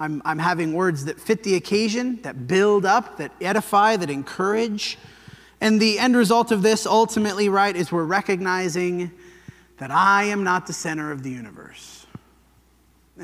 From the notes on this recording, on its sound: This sermon was preached at the Dewey Church